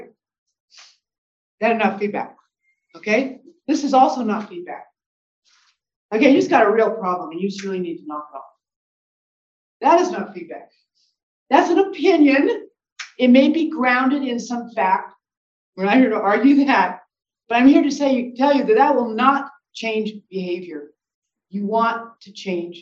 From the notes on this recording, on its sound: This is the audio from that webinar.